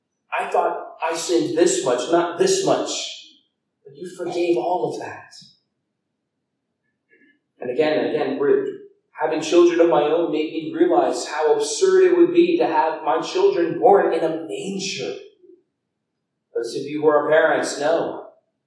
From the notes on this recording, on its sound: Due to a technical error the audio was recorded through the camera itself and not our soundboard, resulting in a lower quality audio than we prefer to put out.